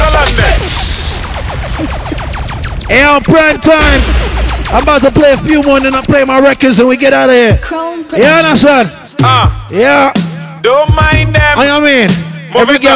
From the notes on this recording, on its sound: Birthday Bash Live Audio (… Shellings).